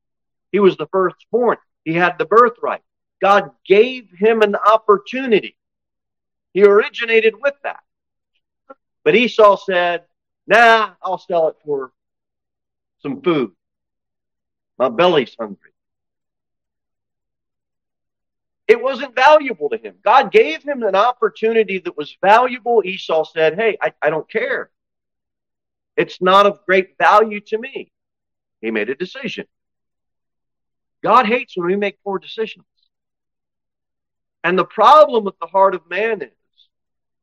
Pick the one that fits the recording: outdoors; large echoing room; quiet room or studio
large echoing room